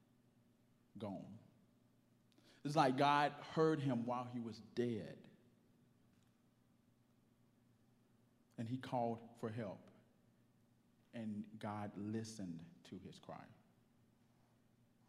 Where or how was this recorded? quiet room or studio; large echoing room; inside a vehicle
large echoing room